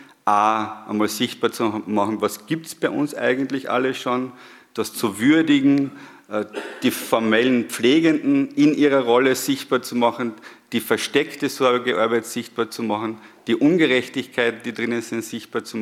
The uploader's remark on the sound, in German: der anschließenden Diskussion rund um die Wortmeldungen aus dem Publikum